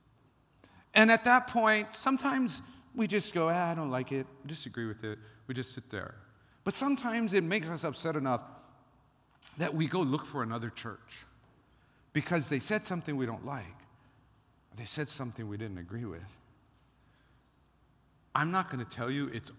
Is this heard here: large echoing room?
yes